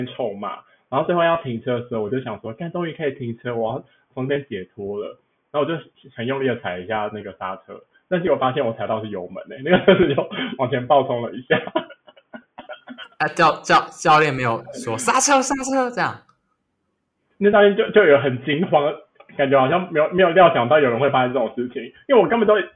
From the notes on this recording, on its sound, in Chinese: 這集音質不知道出了什麼技術性的問題所以有夠爛